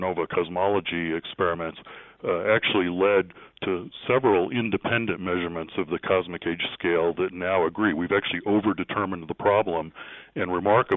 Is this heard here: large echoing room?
no